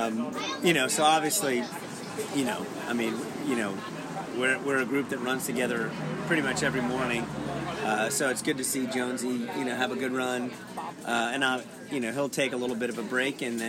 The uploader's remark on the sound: On location from South Coast Pizza after the Hal Canfield Mile